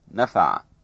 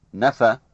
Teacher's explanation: Vowel plus ein versus vowel only in word final position.